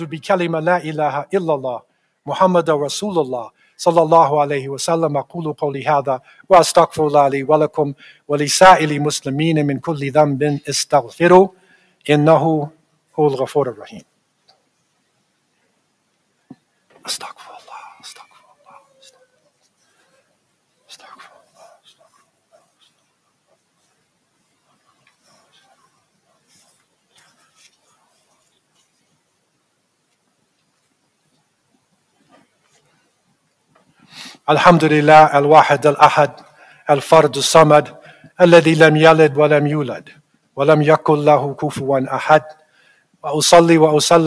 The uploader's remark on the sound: This Friday sermon was delivered at the Islamic Institute of Toronto.